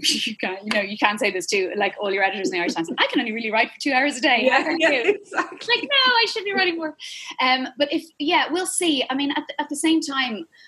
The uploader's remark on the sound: came for the Zoom chats last Saturday night